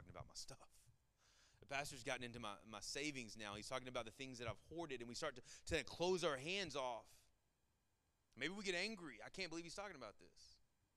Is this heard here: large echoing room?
yes